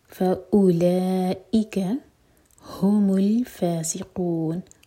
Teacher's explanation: قَافْ حَلَقْ سے، اور قُو چار حرکہ لمبا کریں گے. نون کو ہم ساکن کر کے رک رہے ہیں تو یہ ہے مد عارض للسکون.